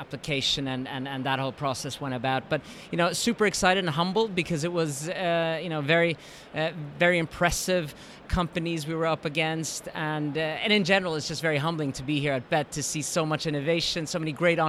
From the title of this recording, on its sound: Live from Bett Show 2017